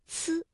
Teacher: 发音的时候舌尖要抵住上齿背，阻碍气流，然后舌尖稍稍的离开，让这个气流从窄缝当中挤出，摩擦成音